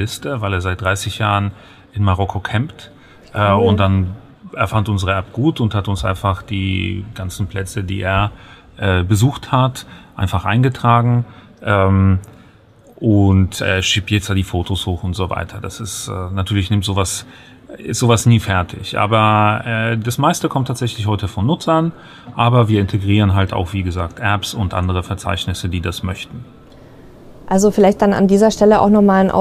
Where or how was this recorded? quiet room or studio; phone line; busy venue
busy venue